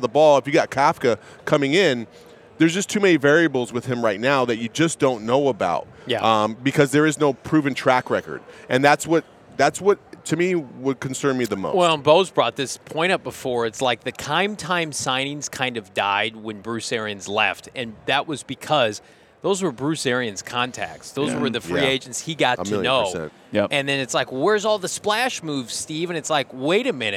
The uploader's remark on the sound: LIVE from Radio Row.